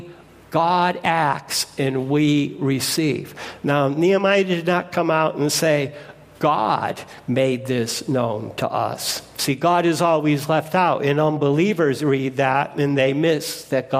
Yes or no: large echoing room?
yes